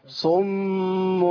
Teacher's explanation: في الصوت الإقلاب أقل مرتبة من الميم مشددة